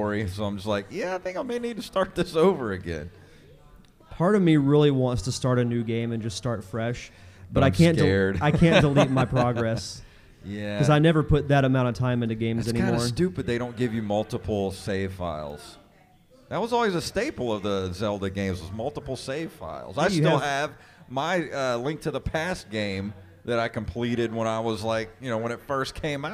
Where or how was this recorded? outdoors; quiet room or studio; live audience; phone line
live audience